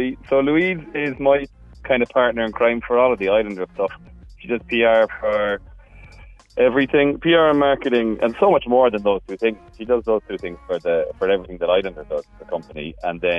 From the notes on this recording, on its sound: we’re joined on the phone by musician, promoter, artist manager, and Quiet Lights festival head